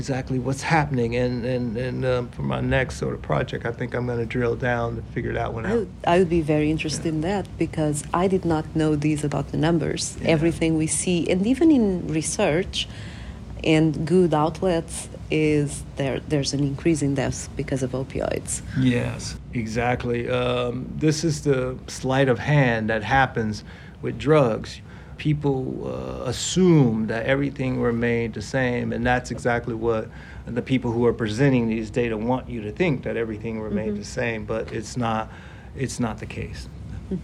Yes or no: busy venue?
yes